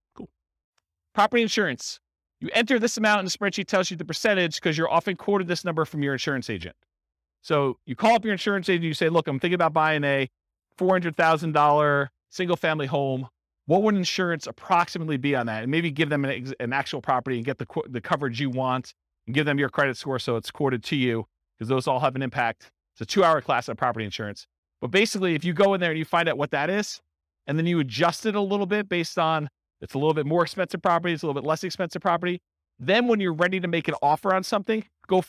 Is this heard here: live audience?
yes